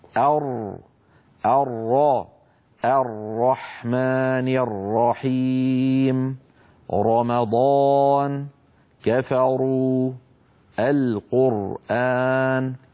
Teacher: أيضا تلاحظون بأن لسان المزمار قد رجع إلى الوراء فأحدث تضيقا في الحلق · Term: الراء المفخمة